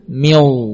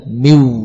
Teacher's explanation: masuk tanwin atau nun ke dalam huruf waw bi gunnah. · Shown in: first take · Miw. Bukan hanya masuk ke dalam huruf waw tanpa gunnah, miw, tapi ada gunnah, miw.